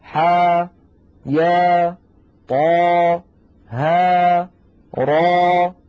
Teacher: وينطق كل منها على حرفين، ثانيهما حرف مد ويمد بمقدار حركتين